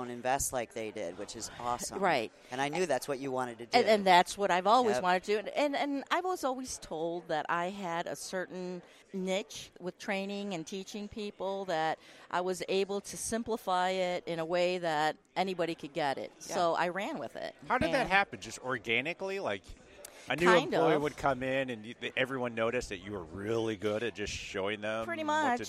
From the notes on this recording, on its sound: We got to talk to so many amazing people while recording in the Ivolcar Ballroom. It was so good to be back at LMT Lab Day Chicago back in February! We got to talk to so many amazing people while recording in the Ivolcar Ballroom.